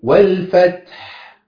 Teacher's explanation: يبقى الحاء لازم يطلع صوتها ويمشي شوية